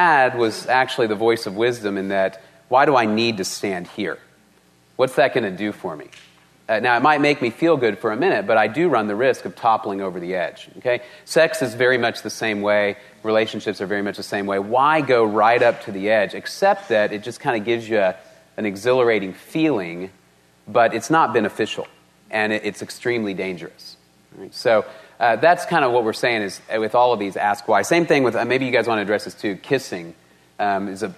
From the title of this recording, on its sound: Panel Discussion and Q&A